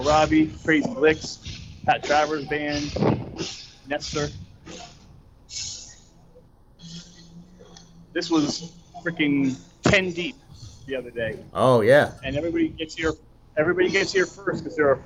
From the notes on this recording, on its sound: LIVE from MORC 22 Monsters of Rock Cruise 2022